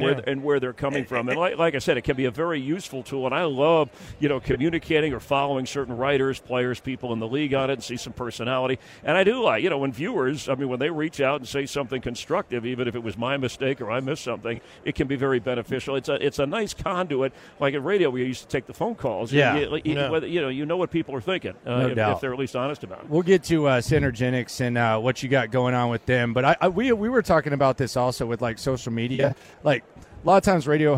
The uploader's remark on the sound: LIVE at Radio Row in Las Vegas